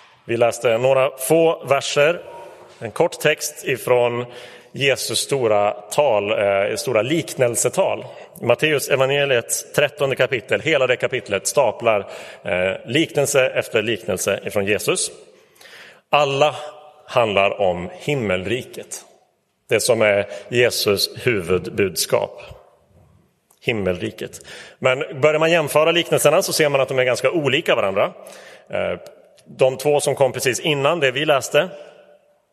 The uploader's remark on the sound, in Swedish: Inspelad i Roseniuskyrkan den 26 november 2023.